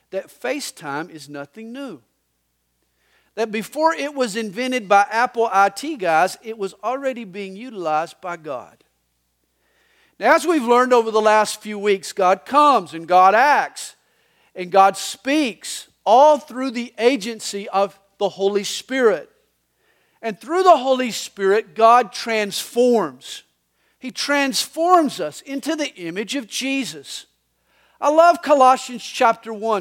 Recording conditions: large echoing room